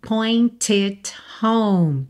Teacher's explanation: Olha que interessante, você não precisa fazer esse T marcadinho.